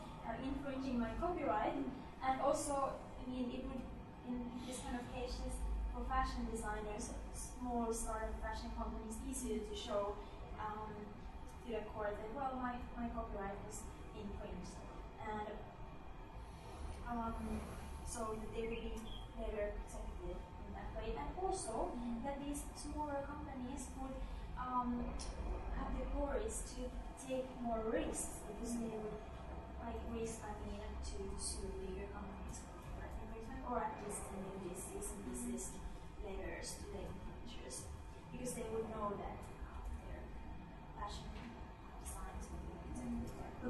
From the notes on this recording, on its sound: This episode is a recording of a public lecture